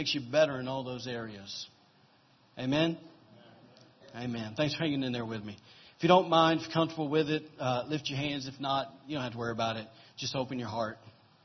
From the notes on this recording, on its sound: Was recorded on October 1, 2017, during Sunday morning service at Celebration Life Family Church.